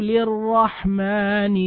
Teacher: اللام أدغمت في الراء في كلمة للرحمن لأن اللام وقع بعدها الراء فهي لام شمسية